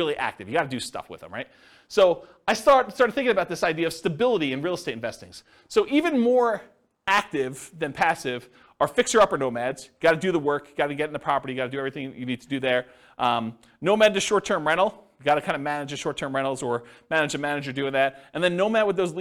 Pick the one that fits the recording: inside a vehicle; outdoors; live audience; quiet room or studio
live audience